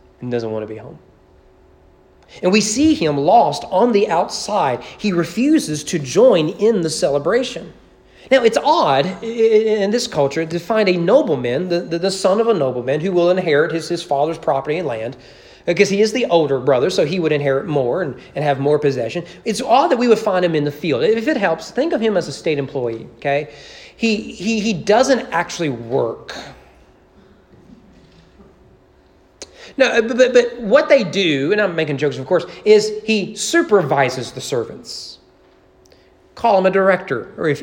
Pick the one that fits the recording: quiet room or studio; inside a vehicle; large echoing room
large echoing room